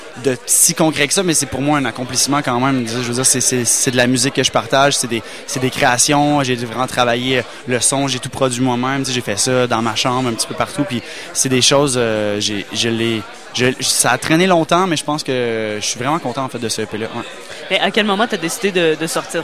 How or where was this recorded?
busy venue